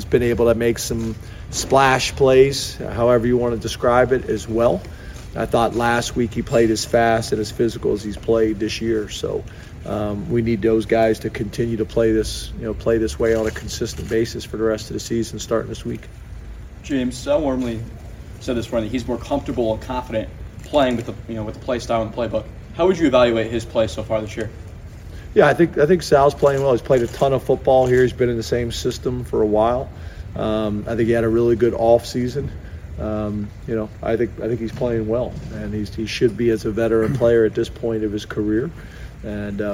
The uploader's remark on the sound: Addresses the media in a press conference after practice.